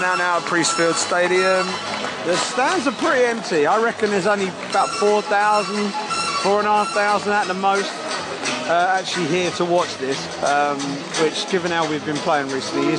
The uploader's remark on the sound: Block C. Matchday podcast recorded from the stands at the goalless draw between Gillingham and Scunthorpe United.